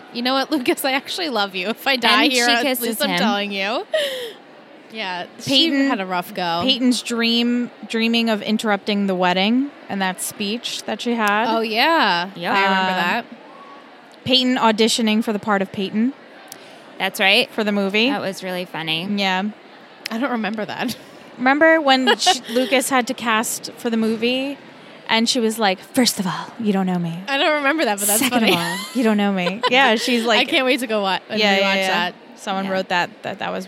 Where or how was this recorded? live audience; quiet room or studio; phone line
live audience